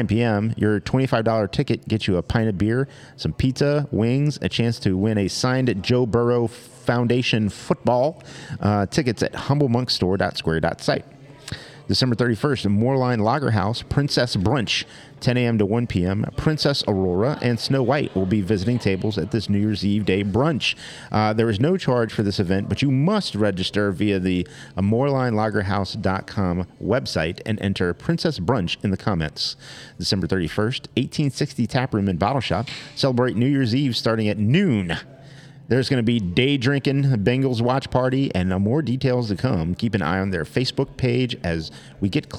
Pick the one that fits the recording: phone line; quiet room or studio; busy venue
busy venue